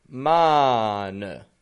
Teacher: we're giving a N with a schwa.